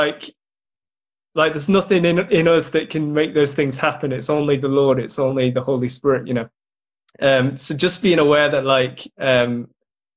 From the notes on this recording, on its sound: got to jump on Instagram Live